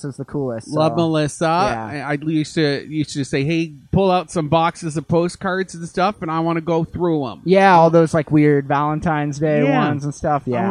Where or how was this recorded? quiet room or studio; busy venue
busy venue